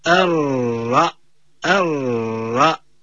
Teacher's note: تفخيم الراء الراء المتحركة بحركة الفتح والمشددة